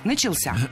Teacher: Ударение в этом слове падает на возвратную часть «ся».